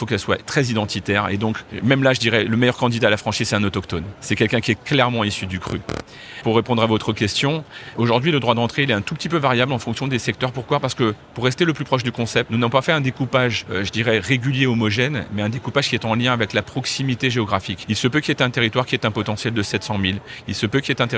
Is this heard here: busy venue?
yes